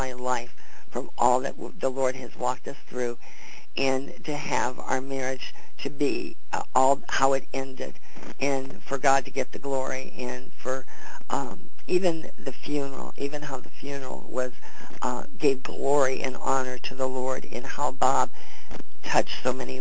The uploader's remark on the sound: CONFERENCE CALL